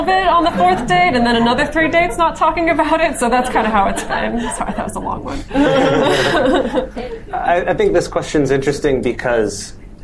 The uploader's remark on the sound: Live Show in Tokyo. In this very special live episode recorded at Good Heavens British Pub in Setagaya.